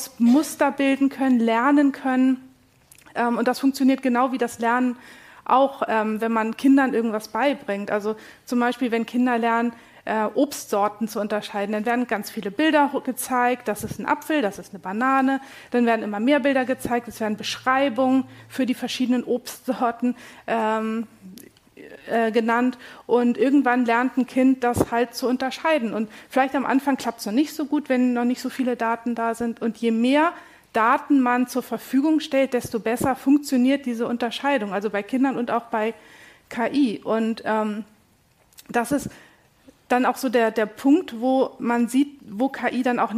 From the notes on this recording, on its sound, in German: Mitschnitt Paneldiskussion